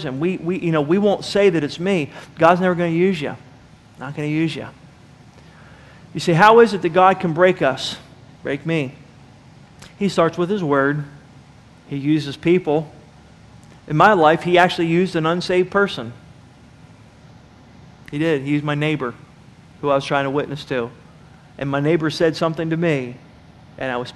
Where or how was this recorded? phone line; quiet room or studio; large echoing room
large echoing room